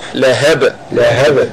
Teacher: باء ساكنة ومقلقلة عند الوقف